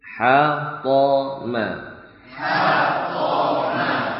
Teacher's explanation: Ya, lebih kuat pada huruf po dibandingkan dengan ta dan da. Juga muncul bunyi tafkhim, bunyi tebal karena huruf po termasuk huruf isti'la.